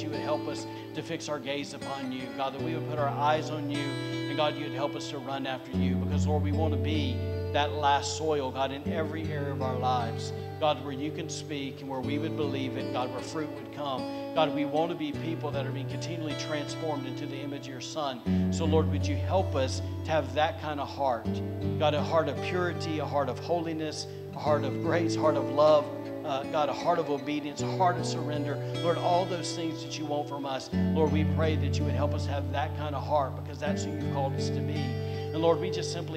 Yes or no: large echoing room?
yes